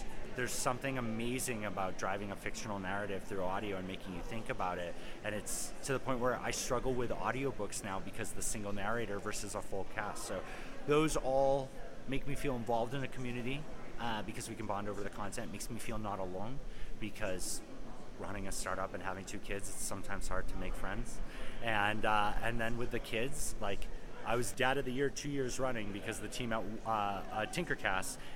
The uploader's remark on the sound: The interview took place at the 2023 Podcast Movement Conference.